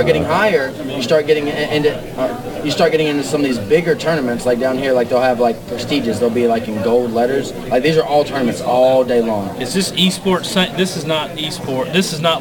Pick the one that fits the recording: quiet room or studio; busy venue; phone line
busy venue